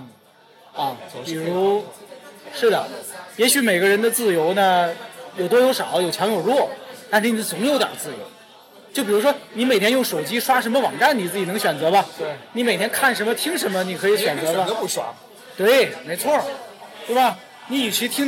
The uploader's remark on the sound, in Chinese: 这期节目是在北京某个嘈杂的酒吧录制，而且当时设备设置出了问题，导致录音质量不够理想。我尝试用各种降噪技术修复，才达到目前的效果。